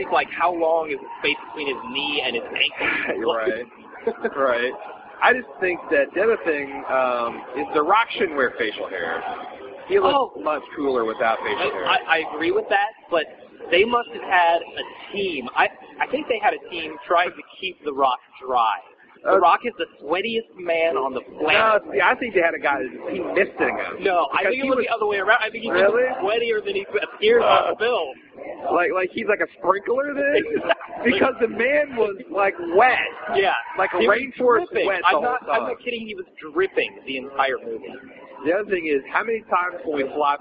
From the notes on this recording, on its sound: The audio quality is a little off since we recorded this on my blackberry sitting on a table during game four of the Bulls/ATL playoff series, but it's easy to understand.